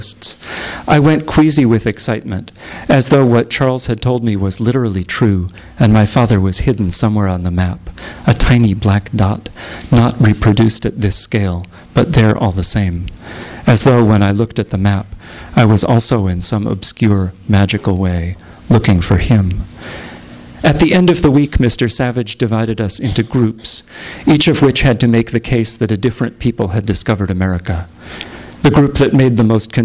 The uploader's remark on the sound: THIS EVENT WAS RECORDED LIVE AT SKYLIGHT BOOKS